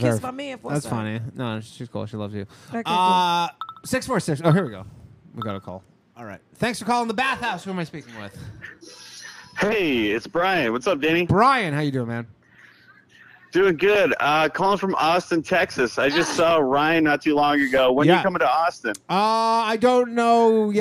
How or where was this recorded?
phone line